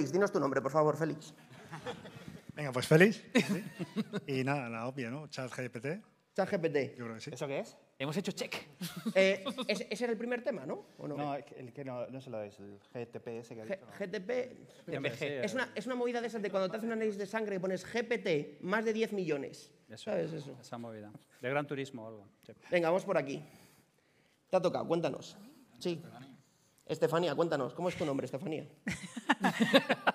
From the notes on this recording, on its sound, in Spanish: Capítulo especial grabado en directo con público. En la TRG23.